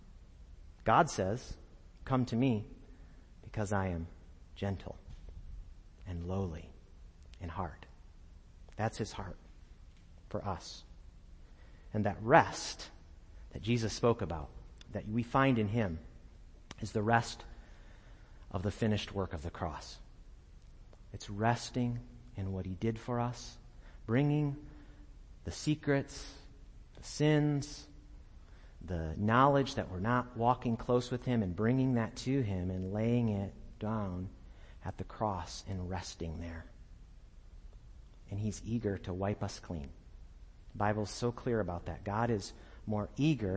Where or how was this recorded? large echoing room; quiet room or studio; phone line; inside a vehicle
large echoing room